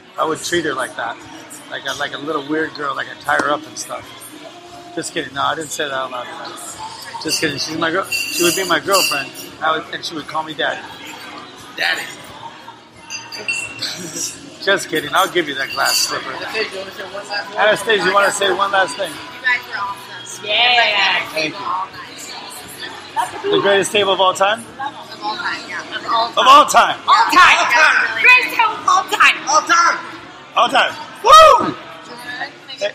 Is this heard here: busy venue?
yes